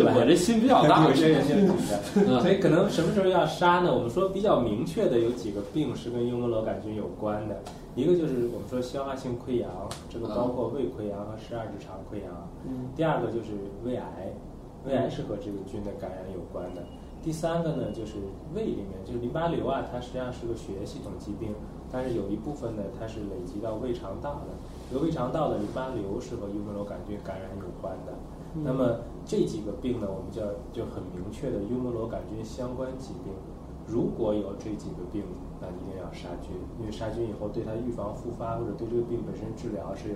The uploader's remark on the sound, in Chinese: 本期节目为在张大妈办公区用录音笔录制，可能有街道上的杂音，请见谅。